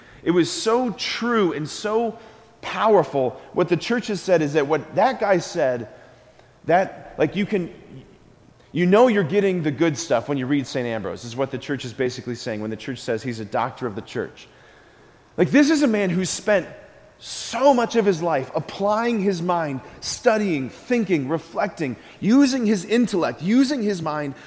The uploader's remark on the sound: School Mass. At Sacred Heart of Jesus Catholic Church in Wadsworth, OH.